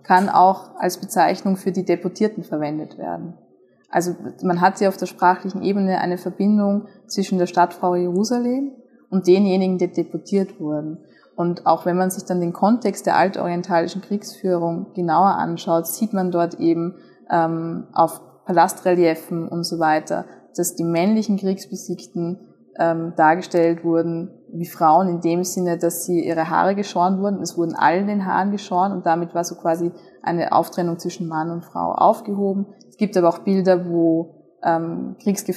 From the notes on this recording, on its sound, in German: Bei der zweiten TheoLounge Live im Zürcher Studentencafé Hirschli.